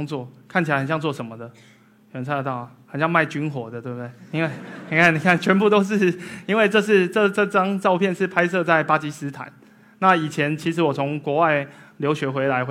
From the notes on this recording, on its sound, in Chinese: 一席现场